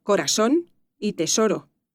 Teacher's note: tampoco en Canarias se pronuncia el sonido interdental · el español canario está marcado por el seseo, como las variantes andaluzas e hispanoamericanas